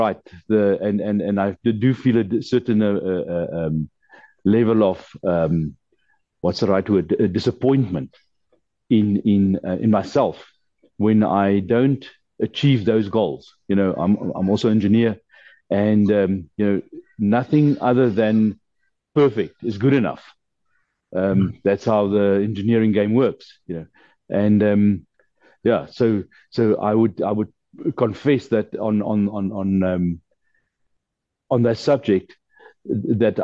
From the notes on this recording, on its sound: The Transformation Table Zoom Meeting on the 25 May 2023.